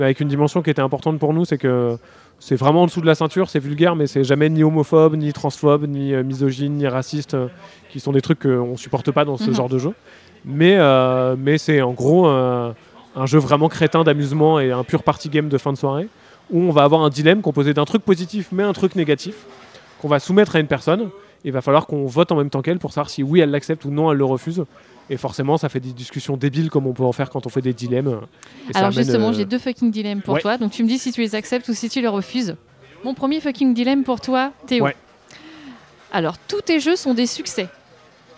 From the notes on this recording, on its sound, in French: Rencontre lors du Festival Paris Est Ludique 2023.